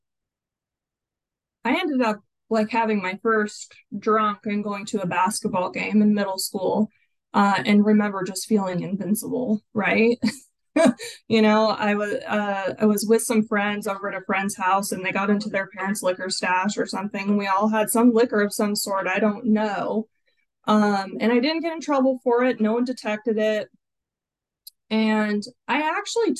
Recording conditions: video call